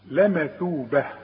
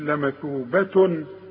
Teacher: اذا وقفت هتتحول التاء المربوطة الى هاء · Shown in: first take · لما توبه، مش لما توبة، لا لما توبه، وده مش محل وقف.